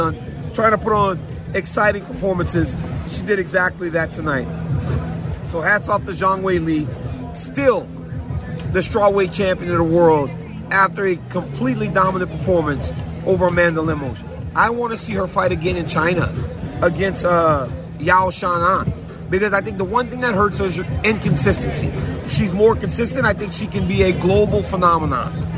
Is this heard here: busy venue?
yes